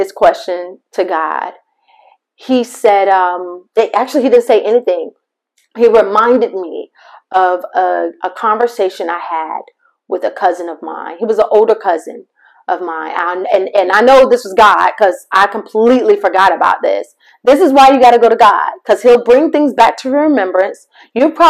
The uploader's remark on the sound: MY APOLOGIES FOR THE MIC QUALITY!